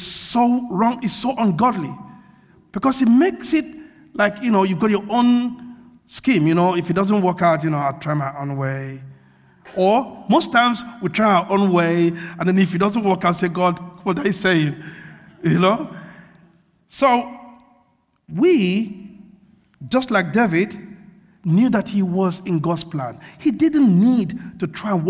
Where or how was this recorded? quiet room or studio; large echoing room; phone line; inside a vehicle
large echoing room